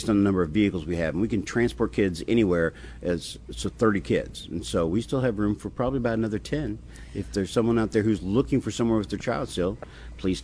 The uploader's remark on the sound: Live at Prairie Gardens